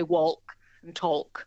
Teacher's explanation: None of us pronounce the L there. · Term: L drop